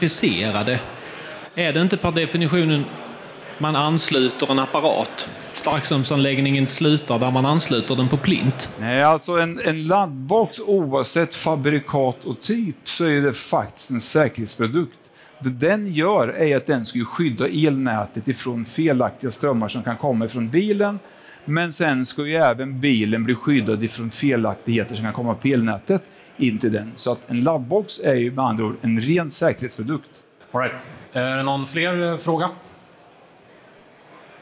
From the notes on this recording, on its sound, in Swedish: Elinstallapodden Live spelades in på Elfack i maj 2023.